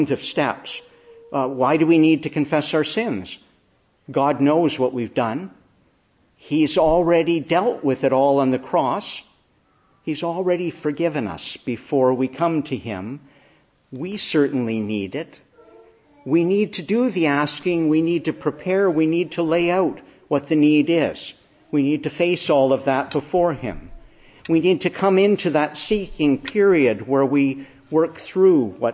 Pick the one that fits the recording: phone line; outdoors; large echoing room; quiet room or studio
large echoing room